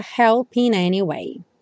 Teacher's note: Aqui o help juntou com in, até por conta da métrica da música, help in any way.